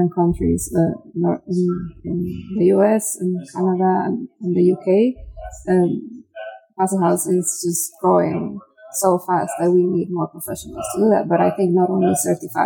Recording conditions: busy venue